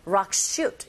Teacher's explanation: rocks의 s와 s, shoot의 s 겹자음이죠.